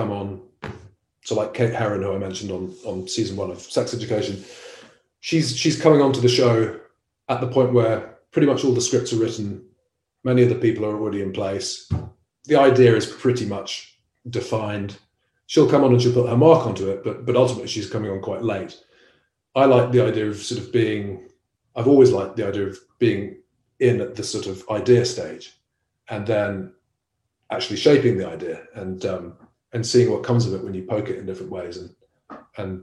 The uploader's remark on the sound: This podcast is recording of a Beyond Radley event - virtual talks by experts from the Radley community.